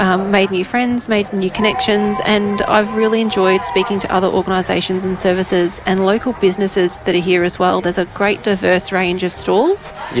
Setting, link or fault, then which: setting, outdoors